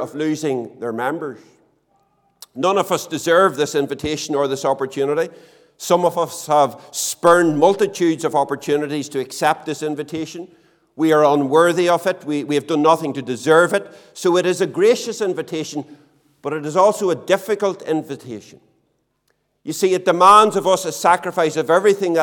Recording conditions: large echoing room